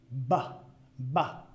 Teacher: Para hacer la B a B larga, ba, es un bilabial, que quiere decir que tus dos labios tienen que juntarse para hacer la B